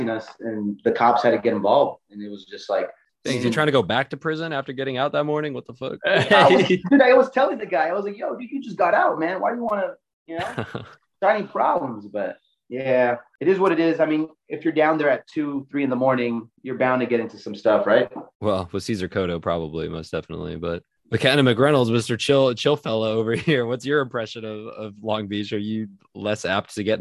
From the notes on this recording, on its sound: Zoom is plagued with technical issues but we persist